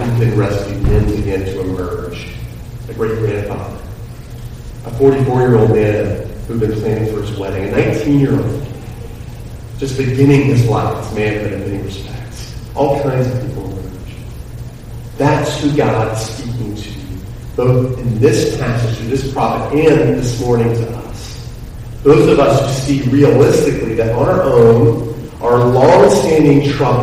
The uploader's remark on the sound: The audio for this particular message is below average.